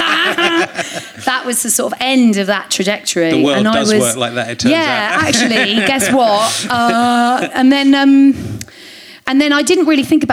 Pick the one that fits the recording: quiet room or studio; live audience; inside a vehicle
live audience